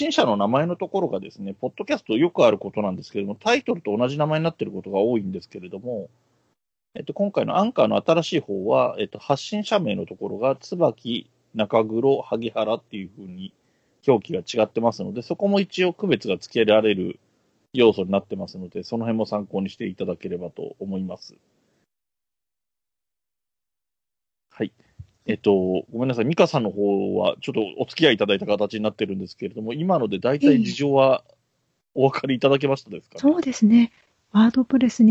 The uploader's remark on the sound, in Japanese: Skype収録音源